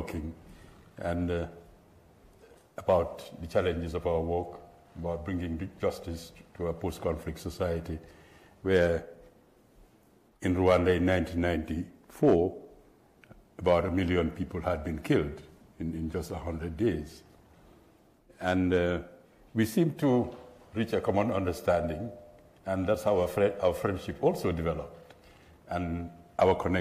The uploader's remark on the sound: at the 2023 JRCLS Annual Conference in Atlanta, GA